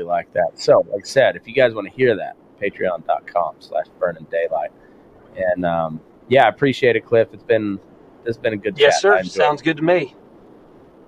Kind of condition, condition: setting, inside a vehicle